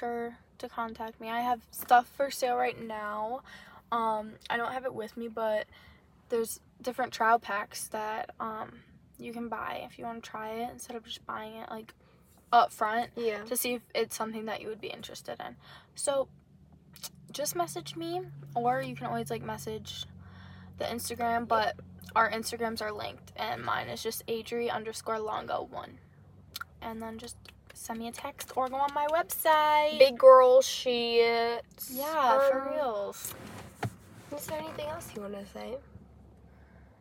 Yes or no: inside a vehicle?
yes